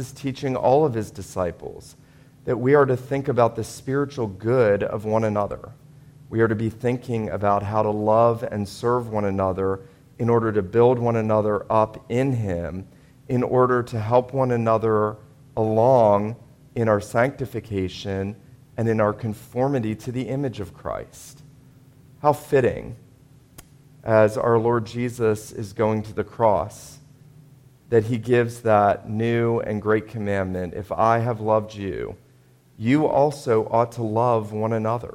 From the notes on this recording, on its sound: This was a Maundy Thursday sermon preached at Wayside PCA on Signal Mountain, TN.